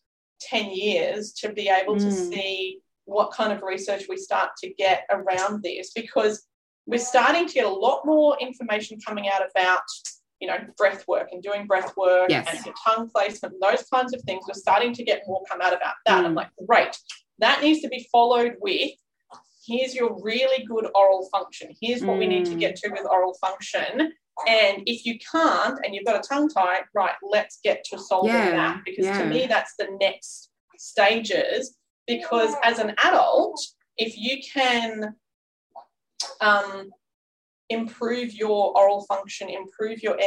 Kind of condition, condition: link, video call